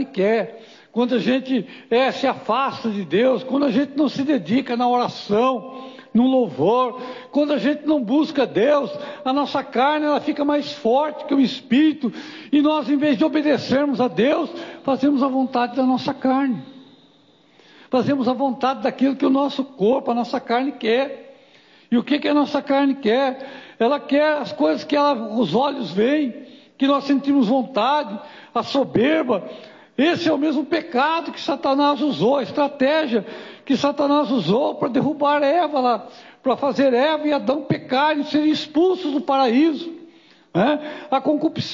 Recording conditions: live audience